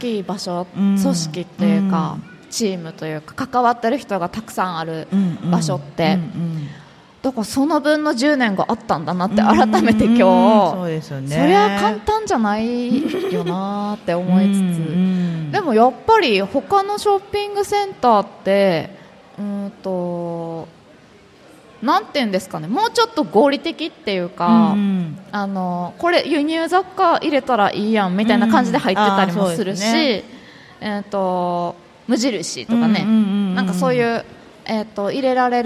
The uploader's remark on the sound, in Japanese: 楽しく公開収録